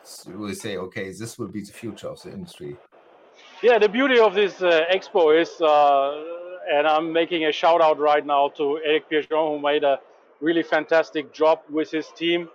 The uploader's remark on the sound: Overview of JEC World from the showfloor. “Welcome to the Composites Lounge live from the JEC.